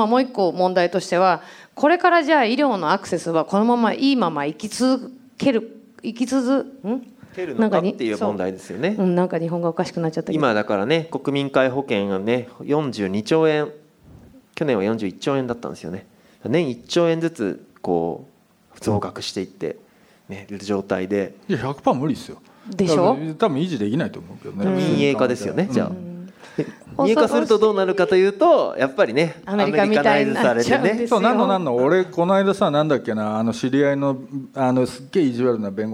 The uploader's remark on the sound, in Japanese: 刊行記念イベント として実施された、 【Weed the People上映会＋こんにちは未来 公開収録】。